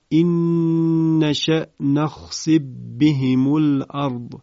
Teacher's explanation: فاء آخر نخسف در باء ابتدای بهم ادغام صورت میگیره در قرائت کسائی و به این صورت اون رو تلاوت میکنیم: این نشأ نخسف بهم الارض.